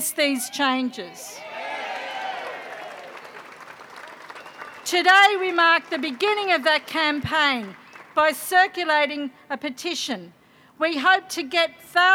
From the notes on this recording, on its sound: NSWTF Bridge Street Rally. The NSW Teachers Federation held a public rally outside the Department of Education in Sydney.